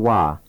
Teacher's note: First, try 와 as in want. You begin with 우 and end with 어.